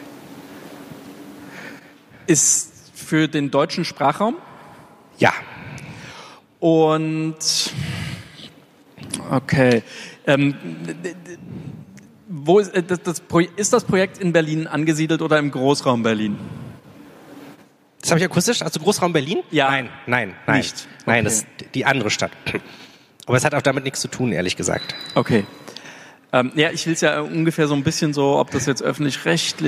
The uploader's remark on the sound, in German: Das digitale #Quartett live on stage